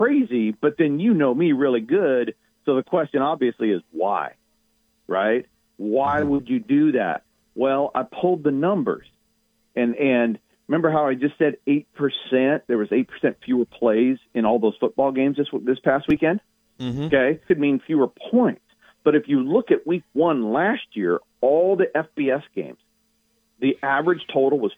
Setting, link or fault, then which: link, phone line